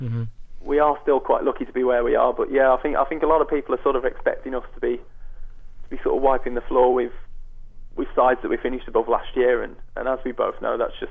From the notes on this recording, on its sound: Joined us in the studio. Gave us a view on the phone.